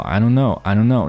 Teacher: 你可以听到那个 don't 的这个爆破音几乎就被吞掉了， I don't know, I don'tknow。实际上他首先是把这个的给它替换成了一个 flap、啊、一个 flap T 的一个感觉，也就是舌尖的一个快速的弹动。I don't, I don't